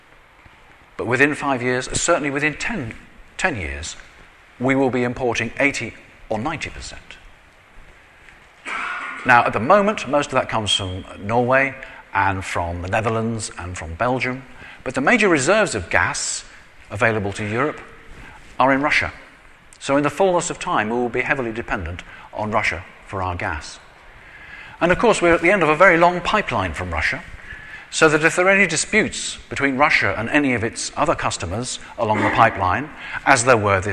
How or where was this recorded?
live audience